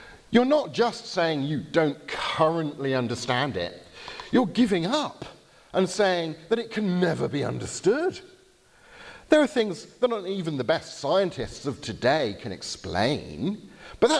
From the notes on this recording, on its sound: Lecture at the Veritas Conference , Bibelskolen i Grimstad , Norway, October 2019.